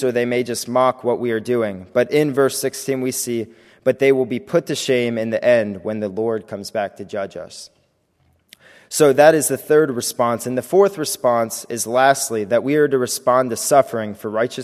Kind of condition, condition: setting, large echoing room